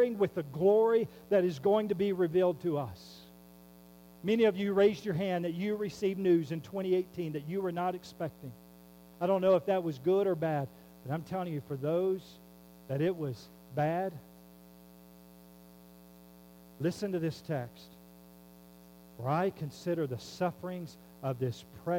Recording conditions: hum or buzz